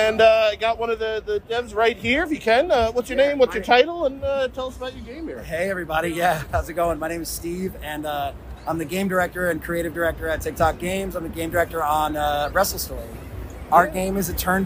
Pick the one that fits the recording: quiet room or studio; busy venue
busy venue